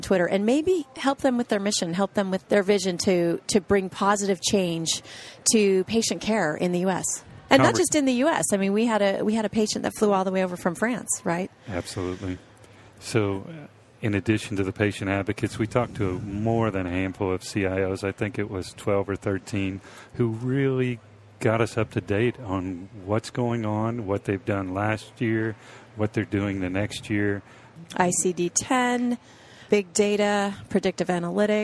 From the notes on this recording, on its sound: The episodes were broadcast live in CTGHS’s booth at the The HIMSS15 Annual Conference and Exhibition. The interviews were recorded and will be published on a regular basis on intrepidNow Healthcare.